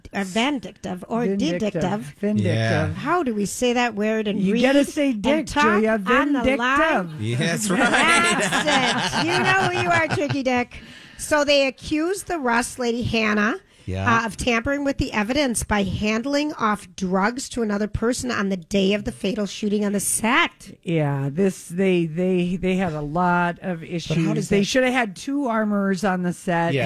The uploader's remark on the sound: live form Chanhassen Dinner Theatres